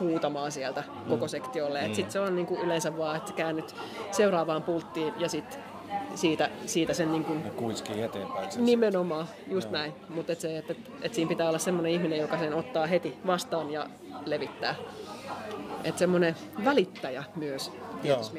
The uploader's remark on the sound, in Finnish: Äänitetty Musiikkitalon kahvilassa